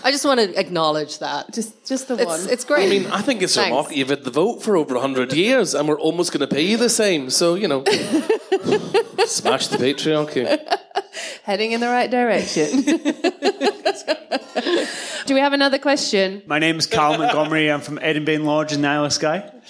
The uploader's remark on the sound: Live at The Gannet in Glasgow. Along with a live audience. Questions from the audience.